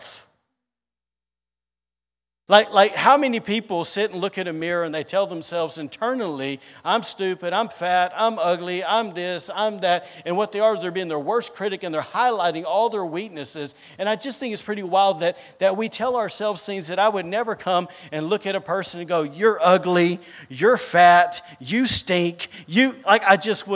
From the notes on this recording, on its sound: was recorded on Sunday, July 31st, 2022, during service at The Anchor Church in Rockport, Maine